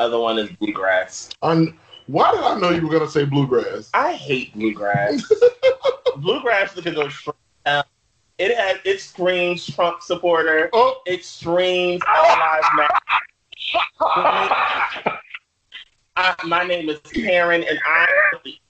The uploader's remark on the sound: slight issue with audio